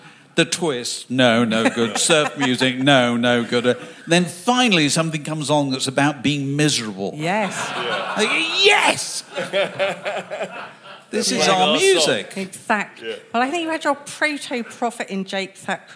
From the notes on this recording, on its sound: a live podcast recorded at London’s 21Soho